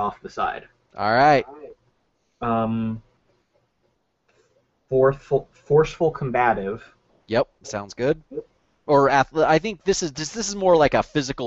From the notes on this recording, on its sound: This Campaign series is being recorded using Google Hangouts and the roll20.net plugin.